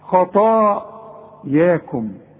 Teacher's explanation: شوف خطا المد بتاع الطاء دي هي فخمه خطا، والمد بتاع الياء رققه عشان الحرف مرقق